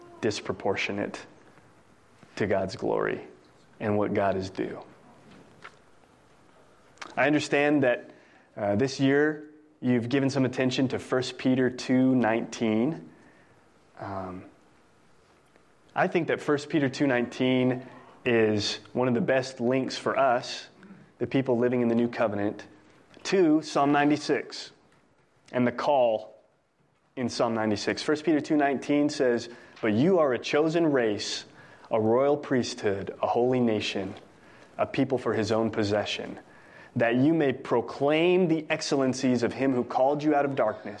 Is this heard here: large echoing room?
yes